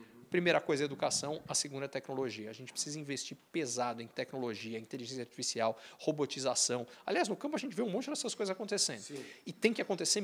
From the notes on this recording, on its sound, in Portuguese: Prosa gravada na Festa dos 20 anos do Grupo BLB de Auditores e Consultores em Ribeirão Preto.